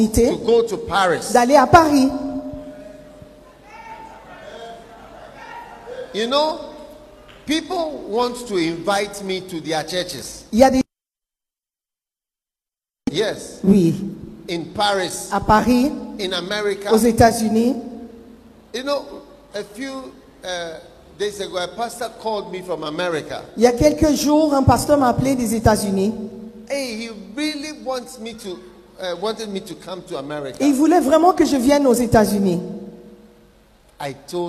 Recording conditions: live audience